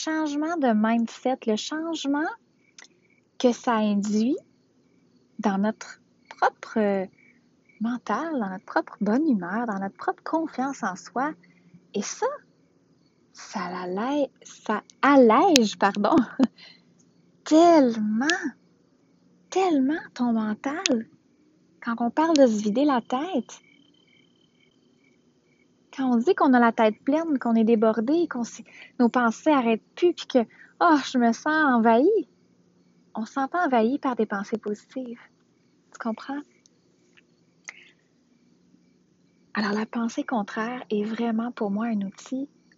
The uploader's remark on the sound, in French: Cet épisode a été enregistré à l’extérieur, la qualité audio n’est pas maximale